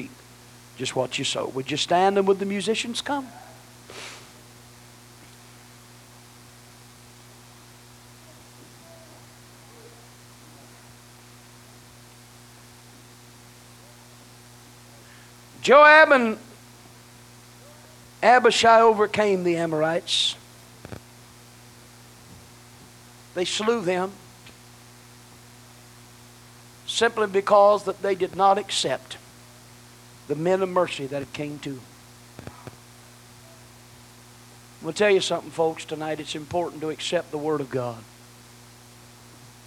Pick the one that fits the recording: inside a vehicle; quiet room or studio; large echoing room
large echoing room